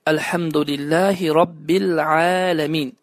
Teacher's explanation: Ayın hərfi boğazın ortasının sıxılması nəticəsində tələffüz olunur, ifrat və təfrit olmadan